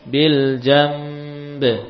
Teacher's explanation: Bagaimana kita wakafkan pada kata bil janbi? Ya, nunnya berubah jadi mim